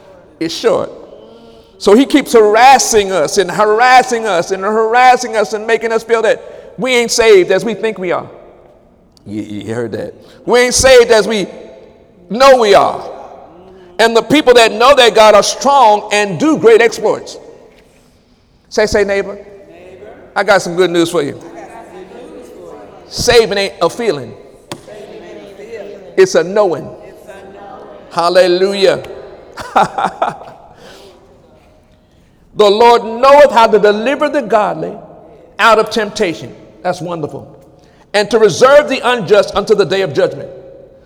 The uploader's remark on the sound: During Wednesday night service.